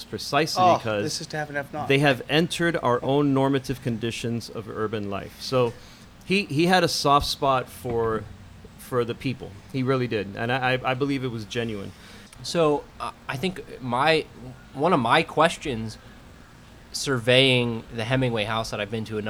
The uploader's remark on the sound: Our hosts had the honor of being able to record live at the Ernest Hemingway home and museum in Key West, Florida.